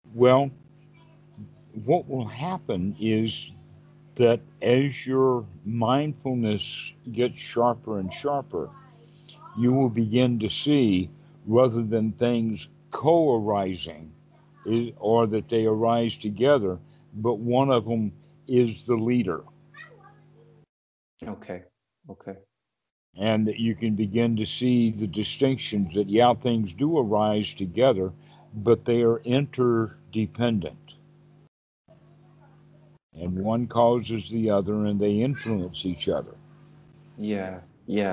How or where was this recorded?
video call